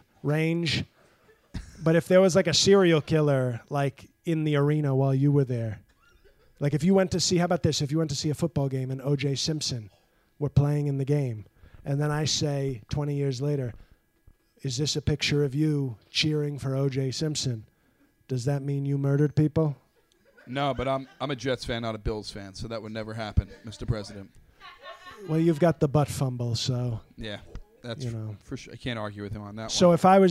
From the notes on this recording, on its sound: taped from QED Astoria